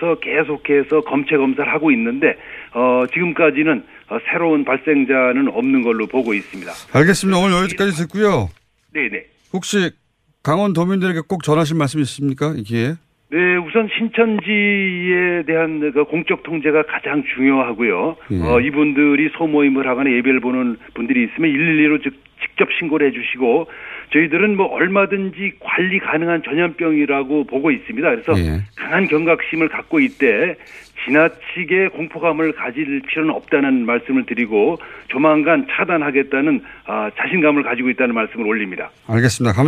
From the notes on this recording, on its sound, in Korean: 전화연결